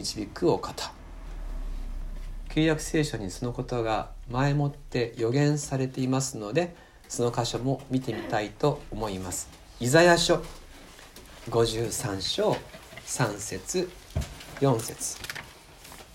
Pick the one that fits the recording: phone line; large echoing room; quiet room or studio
large echoing room